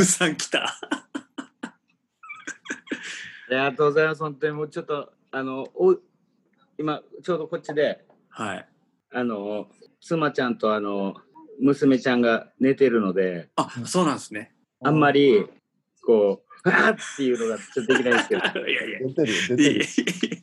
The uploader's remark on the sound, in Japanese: 今回もZOOMを使ってのリモートで風を吹かせました。そしてZOOMならではのハプニング。